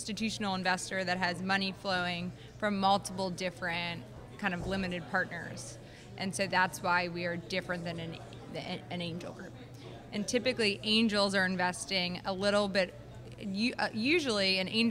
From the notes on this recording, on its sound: Out to Lunch is recorded live over lunch at NOLA Pizza in the NOLA Brewing Taproom .